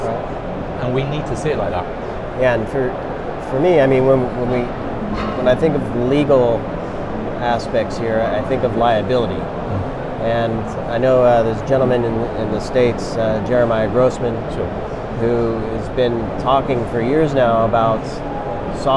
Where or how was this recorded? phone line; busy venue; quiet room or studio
busy venue